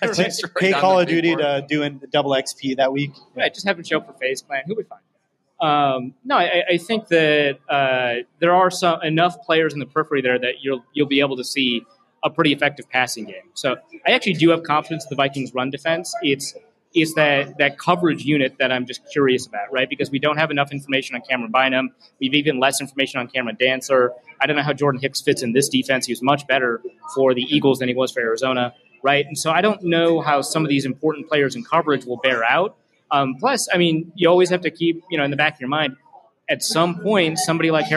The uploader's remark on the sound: Live from Lake Monster Brewing beer hall. Live from Lake Monster Brewery in the first live show for the 2022 campaign.